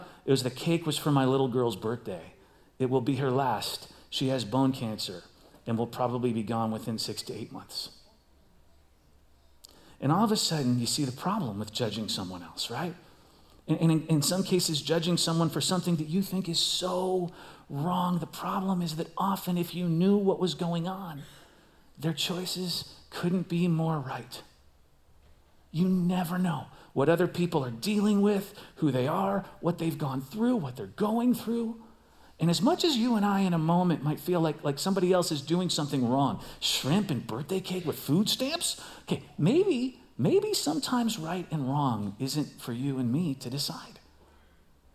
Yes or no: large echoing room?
yes